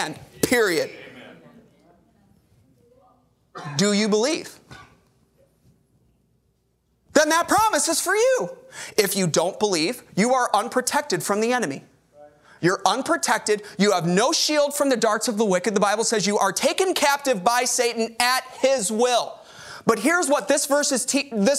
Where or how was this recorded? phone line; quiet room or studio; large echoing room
large echoing room